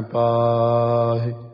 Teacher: ਪੱਪੇ ਦਾ ਕੰਨਾ ਹੈ ਇਹ, ਆਪਾਂ ਲੰਮਾ ਲਿਜਾ ਸਕਦੇ ਹਾਂ ਕਿਉਂਕਿ ਦੀਰਘ ਅੱਖਰਾਂ 'ਚ ਆਉਂਦਾ